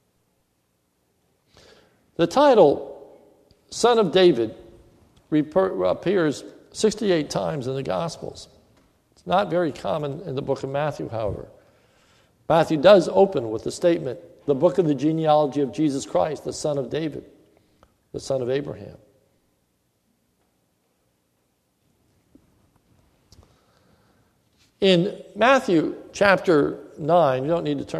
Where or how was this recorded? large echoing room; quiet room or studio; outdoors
large echoing room